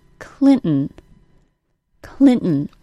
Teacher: my tongue stays in the same place through the glottal stop. It can do this because the glottal stop doesn't actually have anything to do with my tongue.